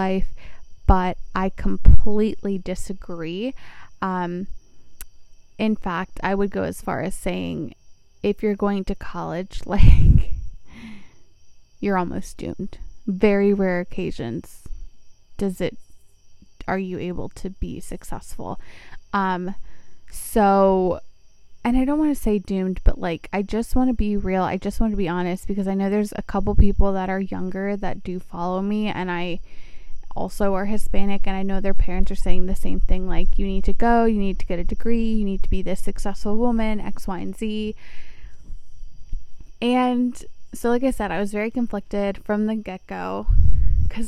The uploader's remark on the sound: Today we sit outside on our deck, bothering our neighbors